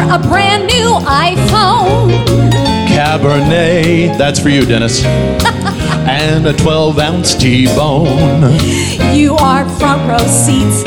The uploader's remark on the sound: Live at the SouthPoint Casino